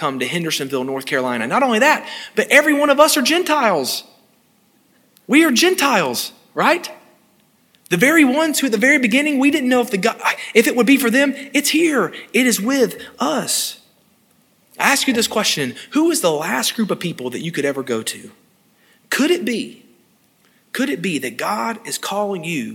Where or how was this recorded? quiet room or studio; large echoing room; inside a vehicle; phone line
large echoing room